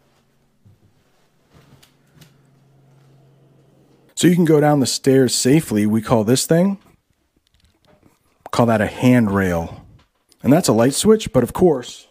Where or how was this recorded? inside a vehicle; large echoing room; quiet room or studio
large echoing room